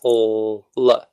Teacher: So the first L is dental. You put the tongue against the teeth and you get sound out of both sides. So it's called the lateral.